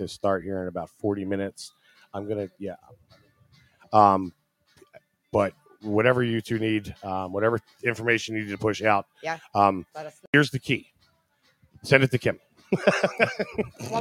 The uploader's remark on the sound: The USDPnation is LIVE from the XClub in Canada.